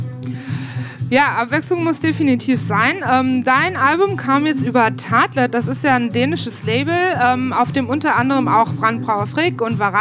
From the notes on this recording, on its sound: Live aus der Else. BLN.FM Interviews.